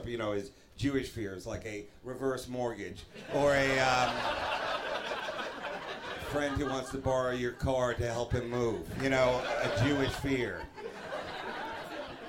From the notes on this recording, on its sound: This is the full live recording. This doctored reading of The Godfather Part 1 was taped in front of a live audience at the Village Underground in the West Village.